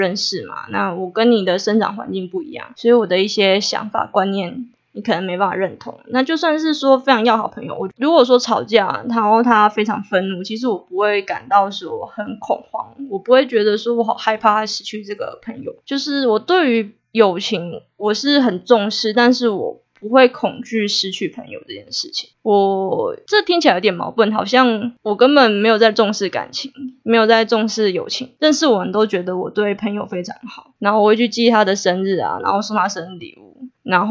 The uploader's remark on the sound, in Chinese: 夭壽麥克風收音超爛